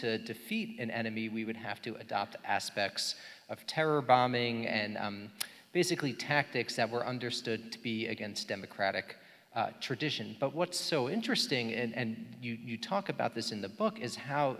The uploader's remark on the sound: Took place on January 9 at University Temple Church. It was presented by Town Hall Seattle and Washington Physicians for Social Responsibility.